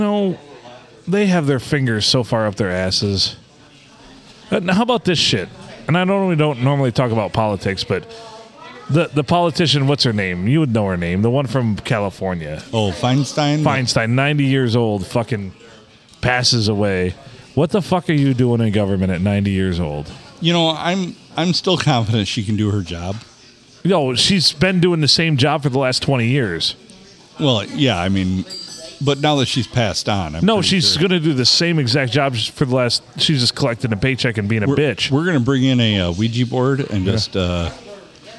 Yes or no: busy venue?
yes